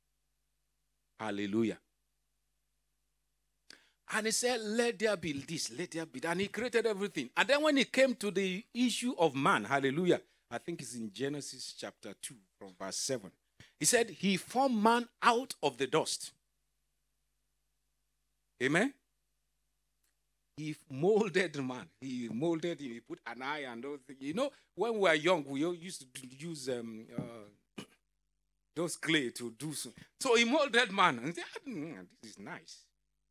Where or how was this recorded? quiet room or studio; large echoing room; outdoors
large echoing room